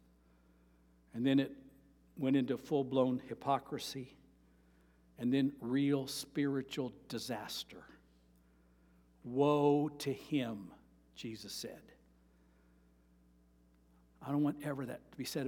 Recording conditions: large echoing room